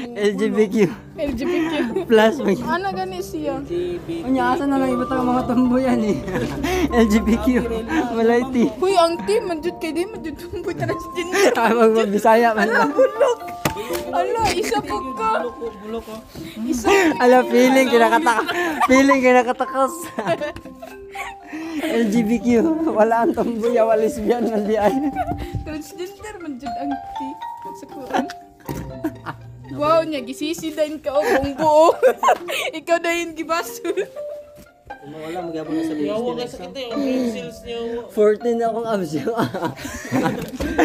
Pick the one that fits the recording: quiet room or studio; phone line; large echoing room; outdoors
outdoors